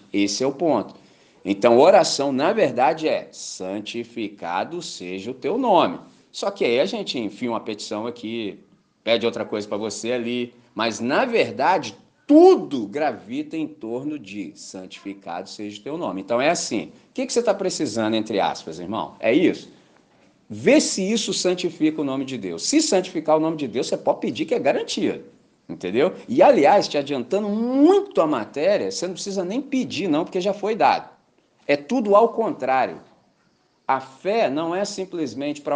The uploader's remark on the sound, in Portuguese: Gravado na celebração comunitária da Missão Batista, dia 02 de Abril de 2023 em Candelaria, Volta Redonda, RJ.